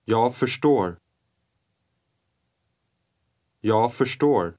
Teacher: notice how the final sound of jag is pronounced so lightly that it almost disappears